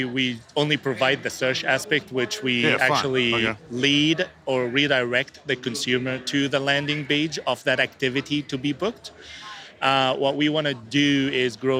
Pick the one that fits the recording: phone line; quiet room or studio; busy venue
busy venue